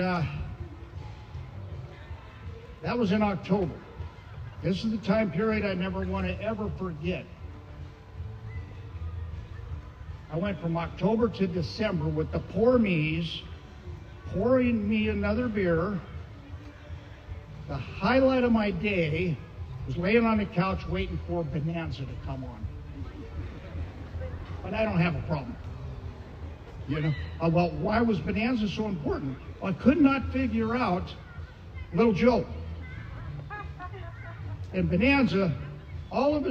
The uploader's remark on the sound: Friday Night Live barbecue. AA Park Speakers.